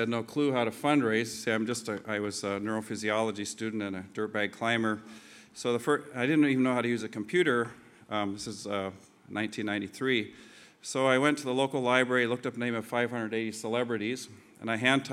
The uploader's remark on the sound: This two-part podcast was recorded at the 2008 International Achievement Summit in Kailua-Kona, Hawaii.